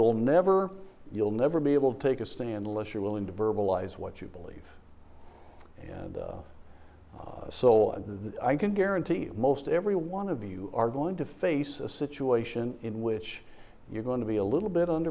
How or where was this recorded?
large echoing room